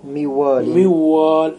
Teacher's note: تنطق أولا ميو ميو وتتكئ عليها زمن الغنة ثم تنطق بالواو من بين الشفتين بدون غنة